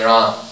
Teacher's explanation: In Hindi, you can say Ram. And even the Sanskrit people will clip that last A pretty short sometimes